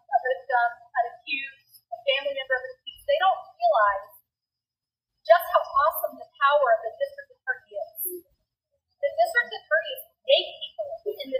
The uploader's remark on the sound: Rally by over 100 Harris County Precinct Chairs. Poor Audio Quality.